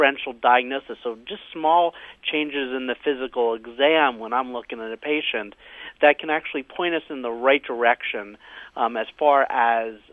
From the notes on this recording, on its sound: they take a listener phone call